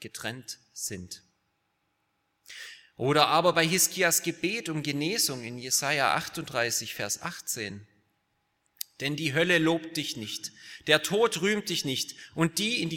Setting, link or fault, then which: setting, large echoing room